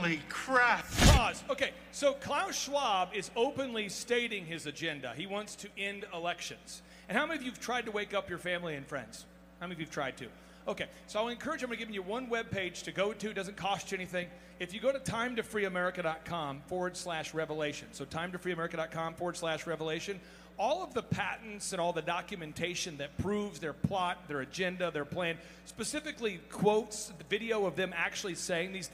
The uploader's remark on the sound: ReAwaken America Tour Special. Here is the segment that I had on stage with him and a cool montage of all the amazing people I met and experience I had in las Vegas at the Reawaken America Tour!